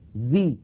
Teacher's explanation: ننتقل من التاء إلى مخرج الزال ولكن لا ننطق زالا بل ننطق من الأنف غنة تنذي، فإذا انتهى زمن تلك الغنة نطقنا زالا مكسورة مجردة · Term: إخفاء